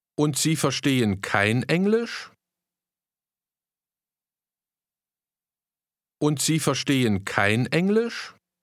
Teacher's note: Try to ask with a rising tone, and you don't understand English?